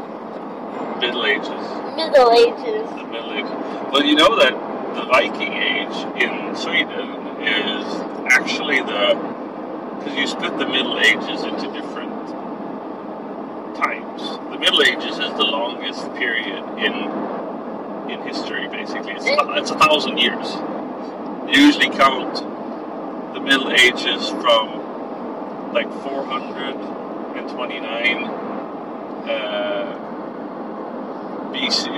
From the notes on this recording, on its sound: podcast in the car